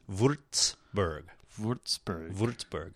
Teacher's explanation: the Z is going to be more like a TS in English